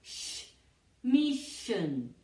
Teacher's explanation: Sonoro significa que las cuerdas vocales te vibran cuando su equivalente sordo sería el sh, mission. Sh, es sordo, las cuerdas vocales no vibran.